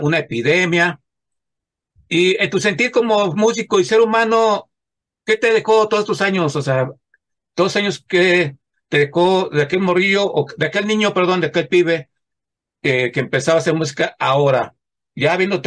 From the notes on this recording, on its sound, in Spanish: Charlamos via zoom